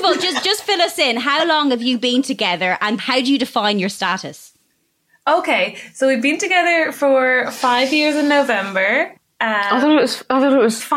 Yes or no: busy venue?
no